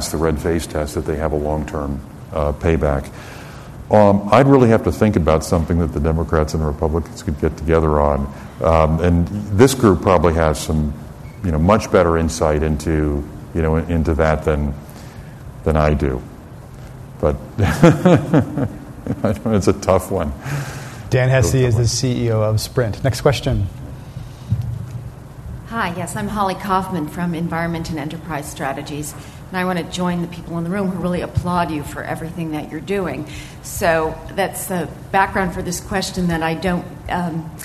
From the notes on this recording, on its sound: This program was recorded in front of a live audience in San Francisco.